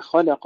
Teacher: الانتباه إلى ترقيق اللام بين المفخمين الخاء والقاف